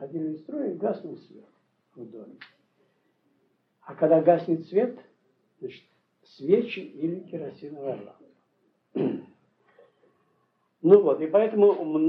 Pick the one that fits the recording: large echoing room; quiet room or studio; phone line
large echoing room